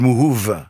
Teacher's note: c'est devenu en langue kabyle, le mouhouv, avec un V, puisqu'on ne prononce pas le B en langue kabyle.